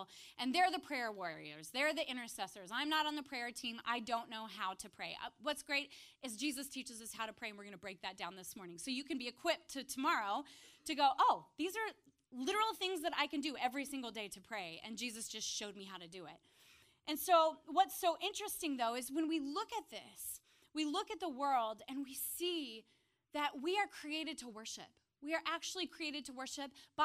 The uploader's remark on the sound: preached this message on January 7th at our Upper West Side communiy